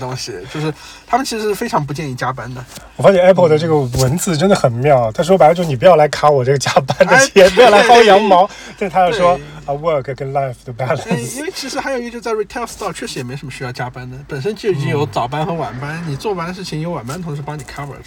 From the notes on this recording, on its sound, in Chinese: 这期开荒播客是在路边的车厢录制，恰逢咽炎鼻炎，可能收听体验不太好。